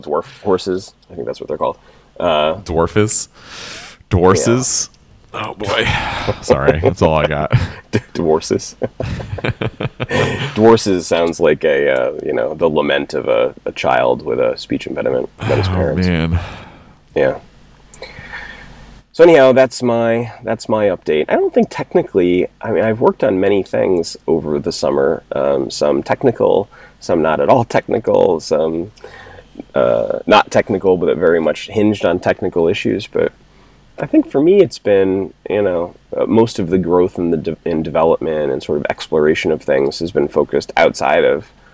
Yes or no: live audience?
no